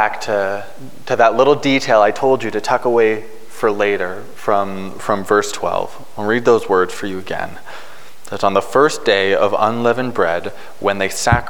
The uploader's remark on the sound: Preached on March 13, 2022 at Liberty Grace Church.